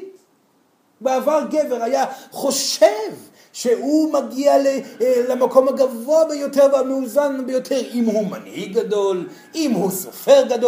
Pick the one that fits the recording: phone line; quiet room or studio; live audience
live audience